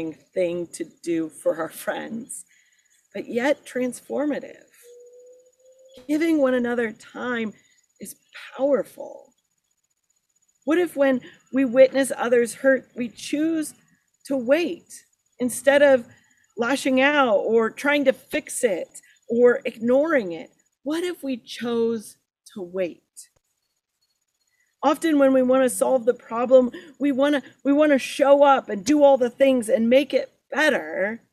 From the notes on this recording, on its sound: Sermon recorded at Garfield Community Farm